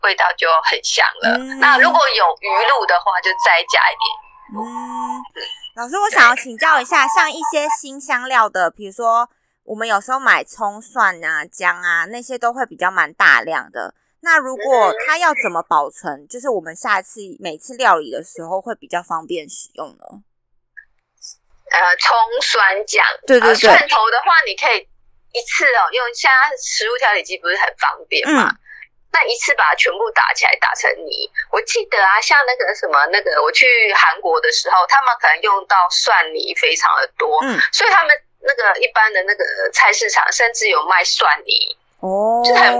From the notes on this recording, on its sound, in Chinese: 本集音質小不佳